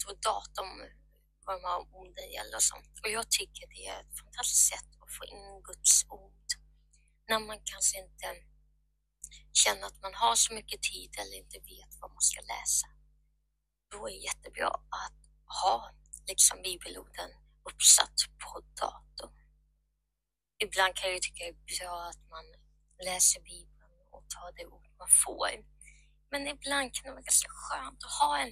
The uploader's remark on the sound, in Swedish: Ber om ursäkt för dåliga ljudet.